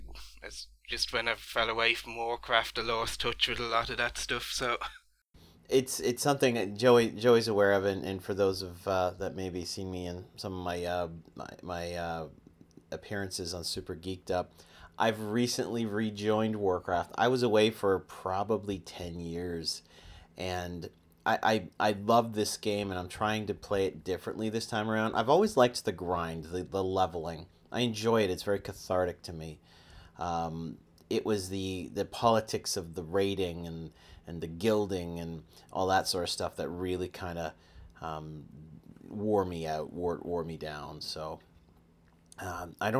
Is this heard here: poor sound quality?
no